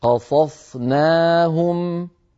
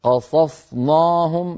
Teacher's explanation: ولا نجعلها تتأثر بالصاد قبلها، يعني نقول قصصناهم ولا نقول قصصناهم، لا نفخم النون بسبب مجاورتها للصاد · Shown in: first take · Term: ترقيقها